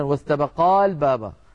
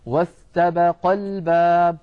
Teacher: لابد من سقوط الألف هنا للتخلص من التقاء الساكنين · Shown in: second take